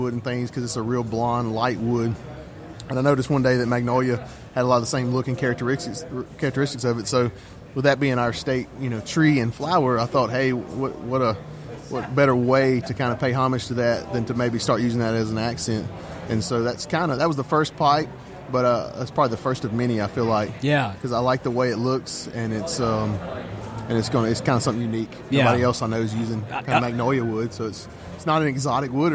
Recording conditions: busy venue